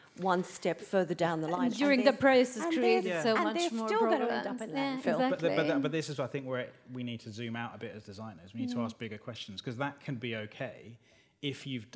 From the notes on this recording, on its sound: This episode was recorded in front of a live audience of designers gathered at the newly renovated showroom of sofa.com in Chelsea.